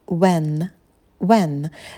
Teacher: Далее краткий звук «э». Рот минимально открываем, держим оскал. When. И на «н» кончик языка идет на альвеолы.